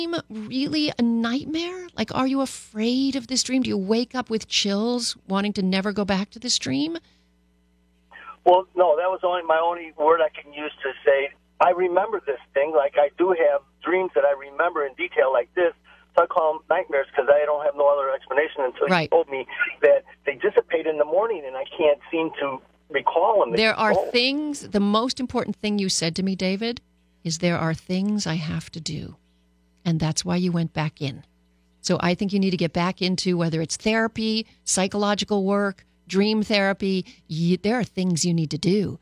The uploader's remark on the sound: listeners call